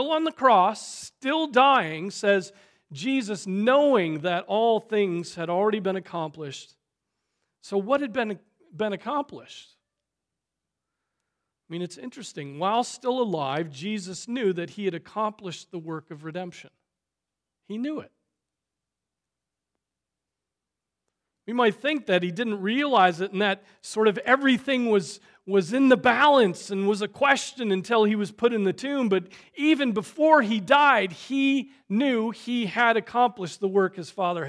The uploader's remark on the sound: Preached on August 20, 2023 at Trinity Presbyterian Church